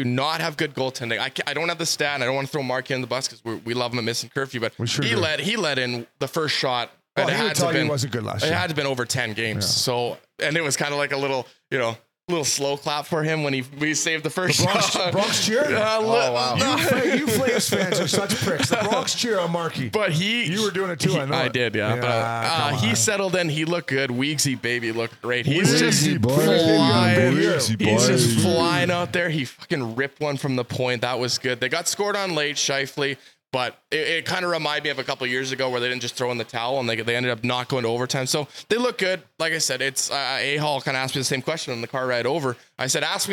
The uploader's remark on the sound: Live from DraftKings Sports and Social in Detroit